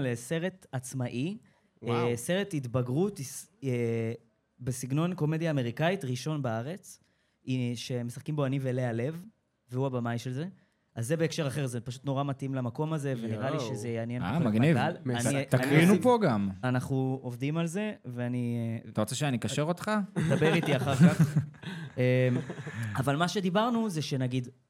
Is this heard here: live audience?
yes